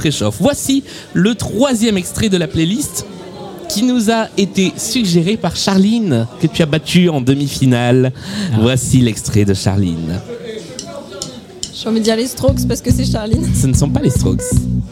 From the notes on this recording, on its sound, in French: (depuis Lille). Enregistrée en public à Lille, au sein du food court Grand Scène.